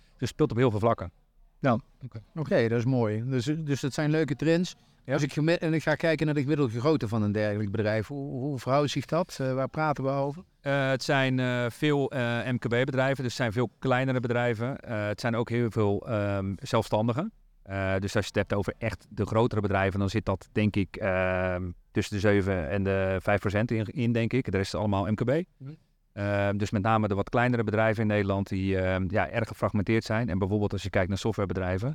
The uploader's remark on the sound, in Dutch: De Saas Channel-podcast werd live opgenomen tijdens de Tech Drinks in Amsterdam